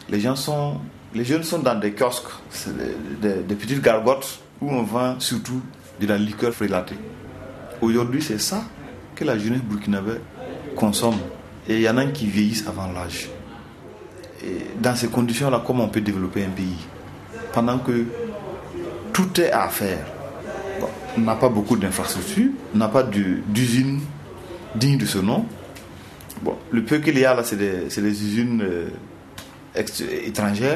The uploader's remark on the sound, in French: Témoignages enregistrés par des militants de l'UJR en octobre 2019 aux Journées anti-impérialistes à Ouagadougou